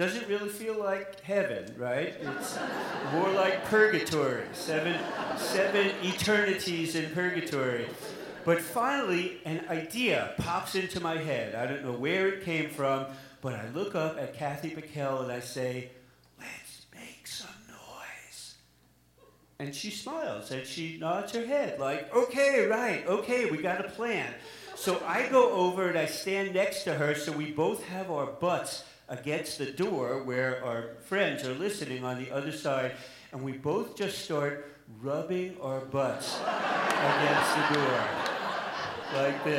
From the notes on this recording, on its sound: live at the Alberta Abbey